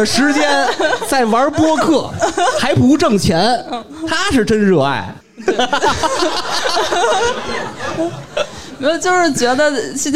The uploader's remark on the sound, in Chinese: 本期节目在上周六的北京播客生态沙龙线下录制